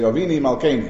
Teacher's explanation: And the truth of the matter is, you sometimes have, that we also had in that community, what we call a hyper-correction. Many of the Chassidim, they pronounce the U like an E